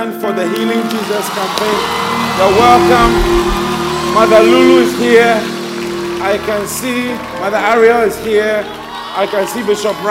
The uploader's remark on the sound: Preached at the First Love Church Experience Service